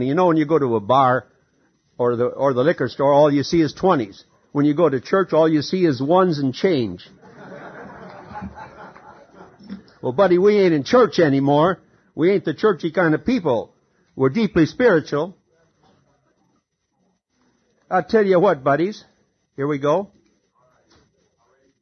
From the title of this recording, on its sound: SA/SANON Unity Conference in Orange County CA 1995